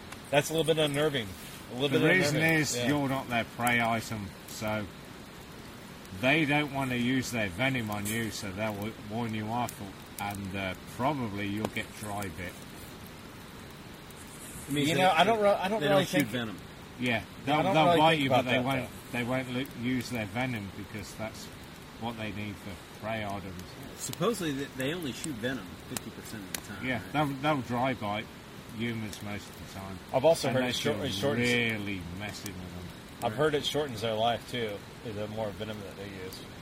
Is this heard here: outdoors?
yes